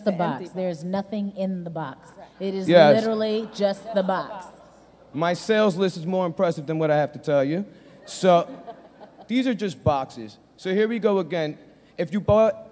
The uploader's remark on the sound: Audio bites from our Homecoming Conference in Somerset, New Jersey.